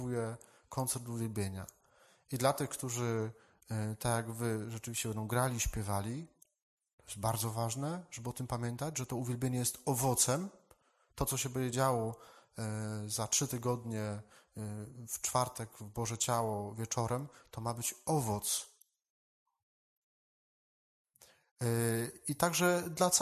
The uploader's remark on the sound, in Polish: Nagrania z rekolekcji i spotkań odbywających się w DA Resurrexit w Opolu